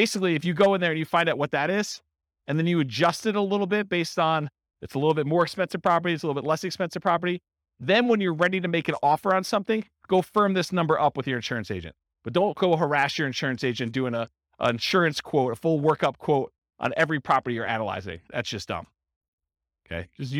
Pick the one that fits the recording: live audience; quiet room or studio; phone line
live audience